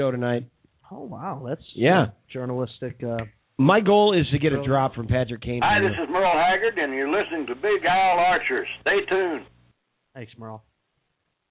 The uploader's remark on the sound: called in on this show